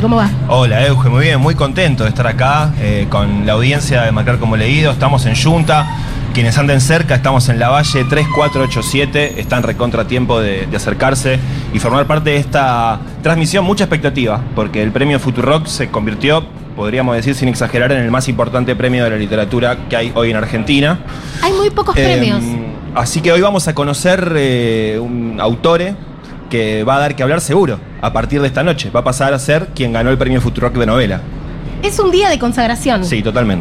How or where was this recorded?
busy venue